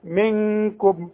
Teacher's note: وسكن للميم بتاعت منكم، ما تغنهاش